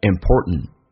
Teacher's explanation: important 这个单词在美式发音当中 t 跟 n 组合在一起，最后一个 t 不发音，这叫略音